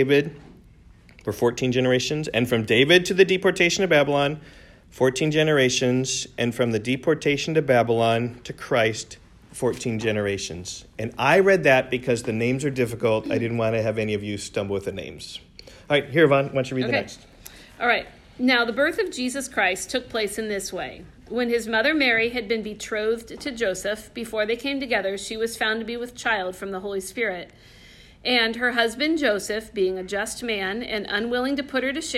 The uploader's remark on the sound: recorded in class